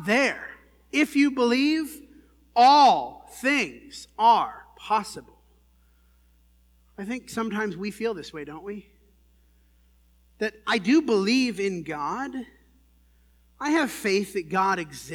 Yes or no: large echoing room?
yes